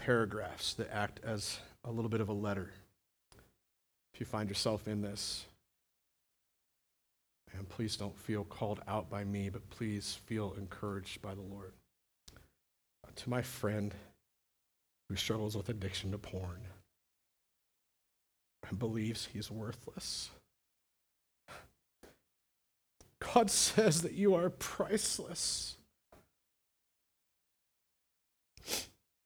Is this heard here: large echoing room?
yes